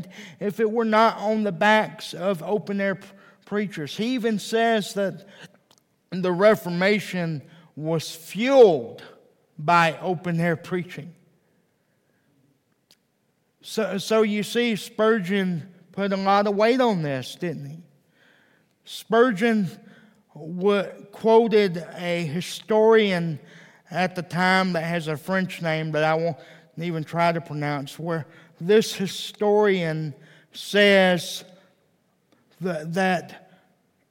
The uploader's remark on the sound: This amazing episode comes from our 1st annual Spurgeon Conference!